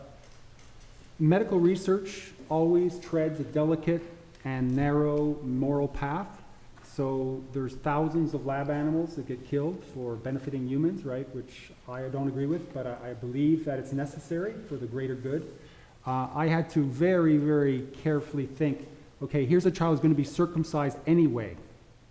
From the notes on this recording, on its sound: This is a recording of the panel discussion and Q&A from the Vancouver, British Columbia screening of Cut. The screening took place at the Roundhouse Community Center.